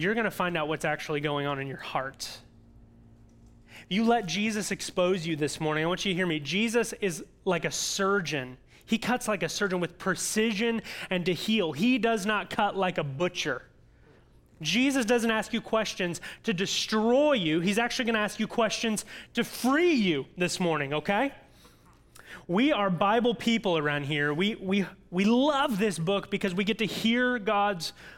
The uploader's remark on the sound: audio from New City Church in Champaign-Urbana, IL